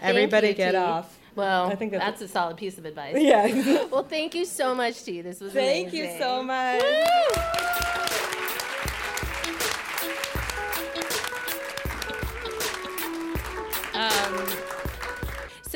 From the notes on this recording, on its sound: Live in New York. We did it live, onstage at WNYC's The Greene Space in New York.